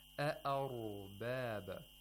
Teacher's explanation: the ra should be pronounced with tafkhim. Thickness. With thickness, as opposed to thinness, tarqiq.